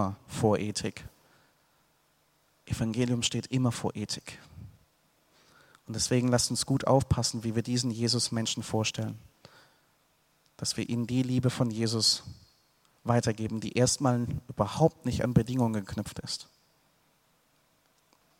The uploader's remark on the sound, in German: aus dem Gottesdienst der Liebenzeller Mission